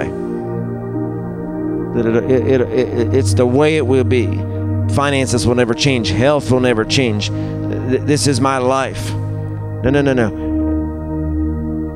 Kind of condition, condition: setting, large echoing room